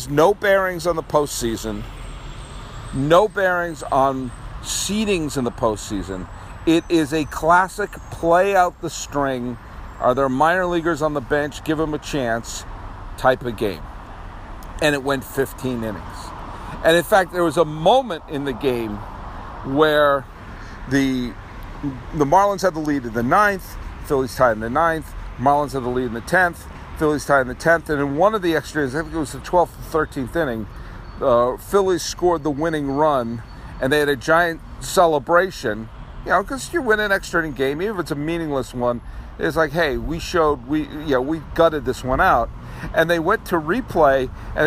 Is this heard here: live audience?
no